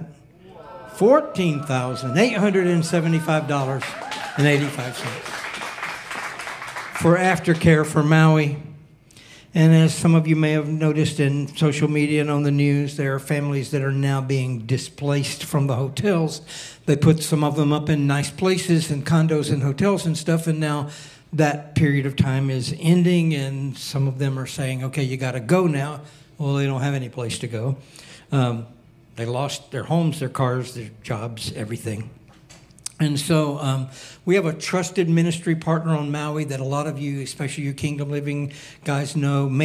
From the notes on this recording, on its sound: Recorded sunday evening service